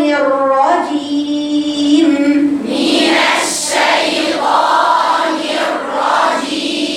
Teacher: أنا قلت لك الشيطان ني مكسورة، شيطان نو نو نو نو ني ني، مين الشيطان الرجيم، والراء المفتوحة اتنين راء، راء ساكنة وراء مفتوحة لاتنين مفخمتين